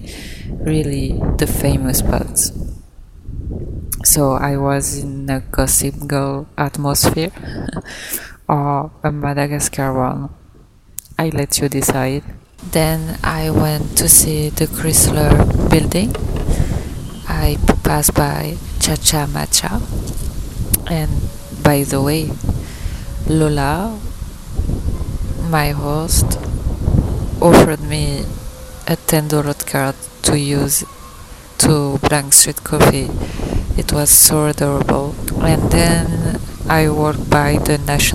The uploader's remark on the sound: I record outside, so the quality is not the best but well, the emotion is there. Vibing in new york city, alone.